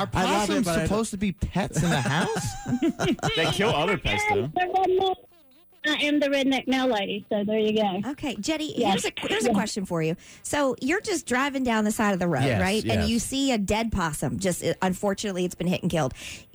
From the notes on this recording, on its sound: We asked listeners to call. It was a very interesting phone call.